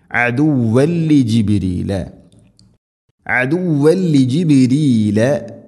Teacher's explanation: അദുവൻ തൻവീന് ശേഷം ലാം ഇദ്ഗാം ബിലഗുന്ന മണിക്കാതെ കൂട്ടിലയിപ്പിക്കണം